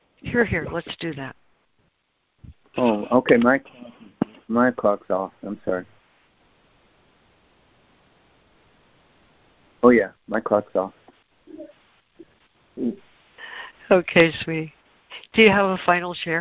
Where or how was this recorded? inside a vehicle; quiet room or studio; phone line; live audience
phone line